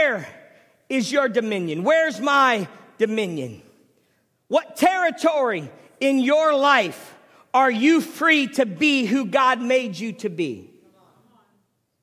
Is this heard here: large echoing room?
yes